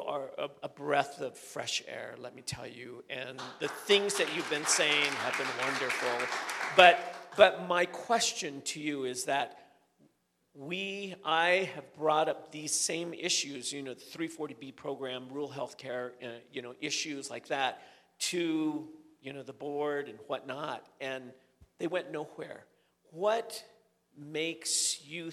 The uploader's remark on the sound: Recorded at Angela's Cafe in downtown Gallup